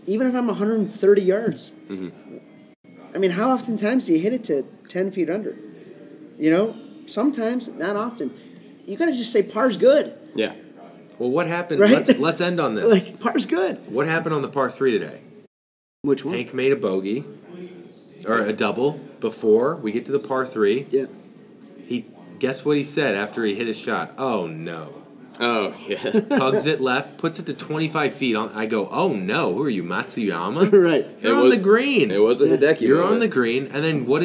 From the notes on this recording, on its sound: LIVE from the PGA Show.